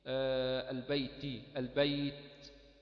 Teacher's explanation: صفة الهمس تظهر مع التاء إذا كانت ساكنة